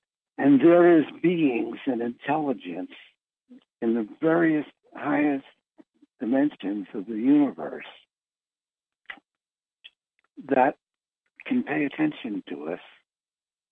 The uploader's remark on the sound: Conference Call LIVE